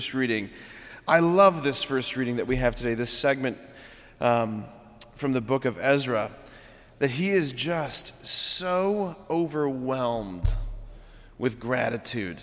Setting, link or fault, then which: setting, large echoing room